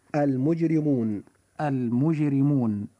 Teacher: كلمة المجرمون حرف الراء جاء فيها مكسورا فوجب ترقيقه